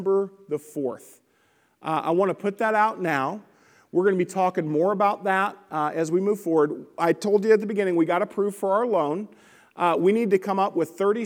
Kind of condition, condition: setting, large echoing room